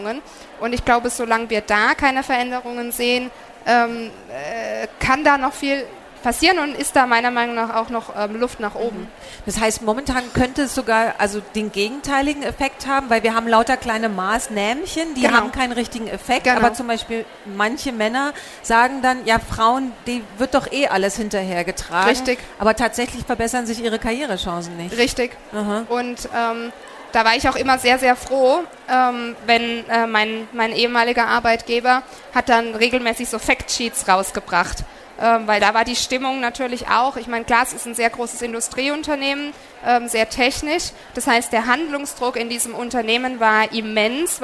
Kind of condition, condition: setting, busy venue